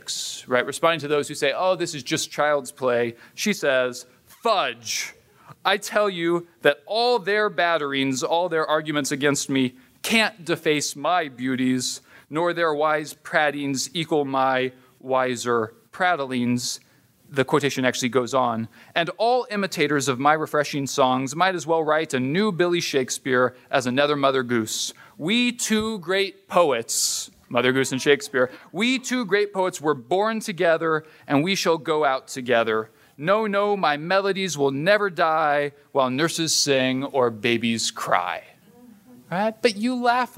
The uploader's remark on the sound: This is the third in a series of shows from presentations delivered at the Hoogland Center for Teacher Excellence seminar on the art of teaching children's literature. The Hoogland Center is an outreach of the Hillsdale College K-12 Education Office.